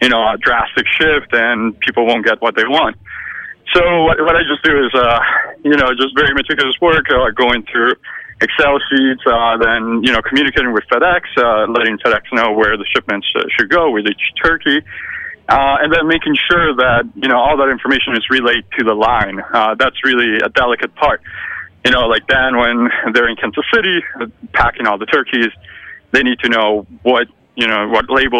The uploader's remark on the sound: call in to give an update on the project